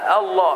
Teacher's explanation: هذه همزة وصل أنا ابتدأت بها وفتحتها